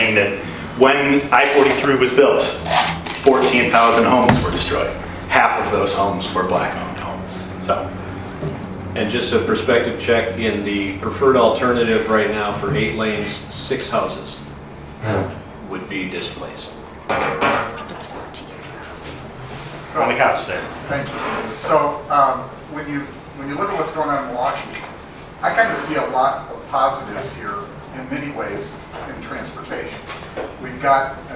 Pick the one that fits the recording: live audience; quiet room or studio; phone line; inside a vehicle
live audience